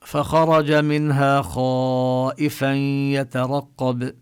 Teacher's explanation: وهذا الاستعلاء يترتب عليه تفخيم هذه الحروف، يعني نقول مثلا فخرج منها خائفا يترقب، يعني نلفظها مفخمة، لا نقول خائفا ولا مثلا قال